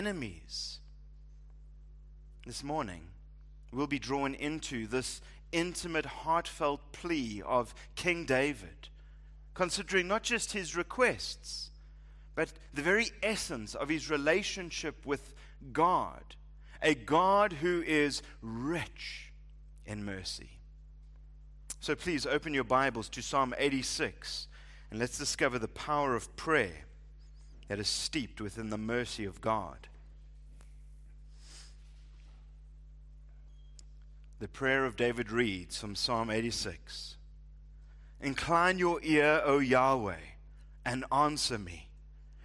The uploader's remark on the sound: Preached at Living Stone Bible Church